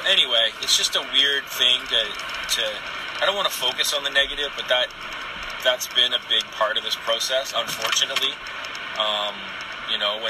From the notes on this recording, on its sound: Some thoughts I recorded while driving